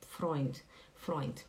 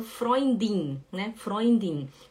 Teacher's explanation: Freund é com som de T no final · Shown in: first take